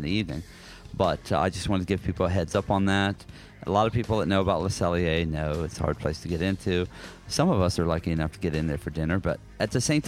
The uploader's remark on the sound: live audio segments along the way including a GREAT recording from Mission Space in Disney's Epcot